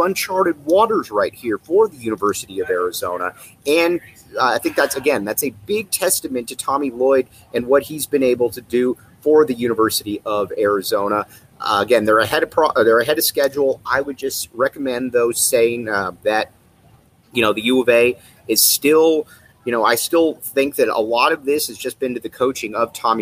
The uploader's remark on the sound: live from Sky Harbor Airport!!